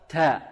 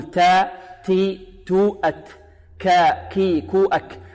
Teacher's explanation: الهمس هذا في الكاف والتاء في حالة السكون وحالة الحركة